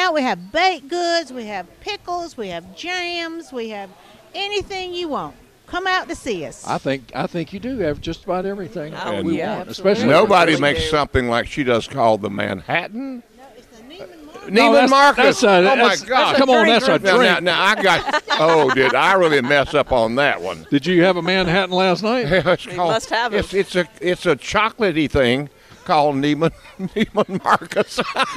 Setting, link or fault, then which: setting, busy venue